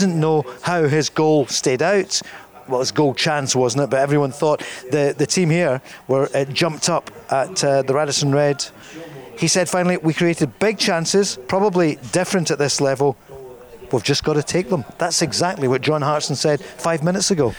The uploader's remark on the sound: live at Radisson Red